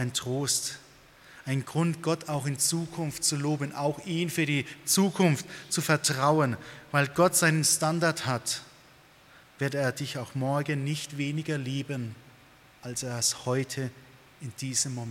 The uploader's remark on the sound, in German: aus dem Gottesdienst der Liebenzeller Mission